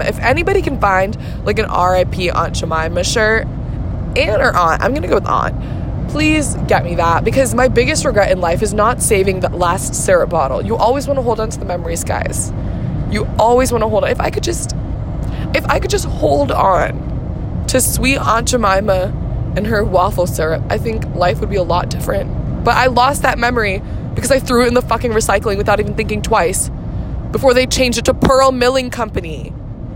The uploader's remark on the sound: Records from the open road. TW: poor quality of audio due to recording on my phone.